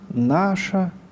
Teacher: «Наша» в церковном, «наша» в литературном. Отличается последним звуком, который представлен в литературном произношении редуцированным своим вариантом.